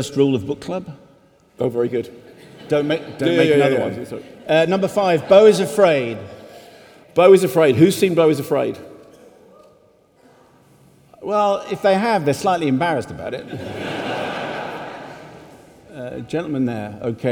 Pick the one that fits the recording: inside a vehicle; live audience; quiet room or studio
live audience